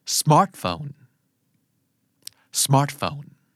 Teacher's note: เน้นพยางไหนดีครับพยางแรกนะครับ